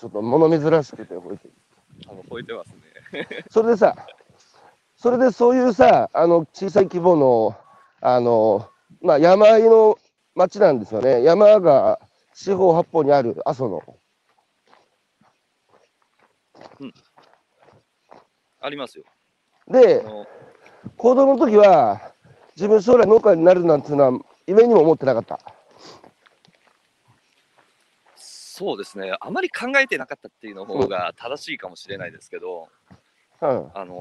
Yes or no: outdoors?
yes